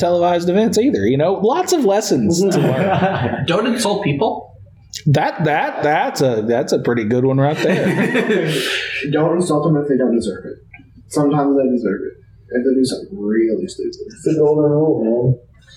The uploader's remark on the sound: AUDIO ISSUES. Had some soundboard issues (don't leave your podcast equipment unattended around kids that aren't in the podcast class). The audio quality is pretty bad.